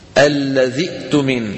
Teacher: نبدل همزة القطع الساكنة حرف مد مجانس لحركة همزة الوصل